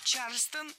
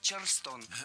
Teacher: Ударение в этом слове должно падать на второй слог. · Shown in: second take